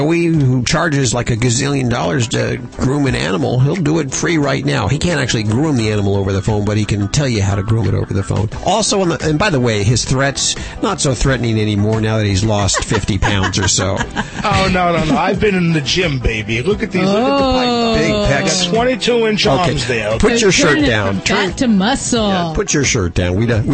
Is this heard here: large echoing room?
no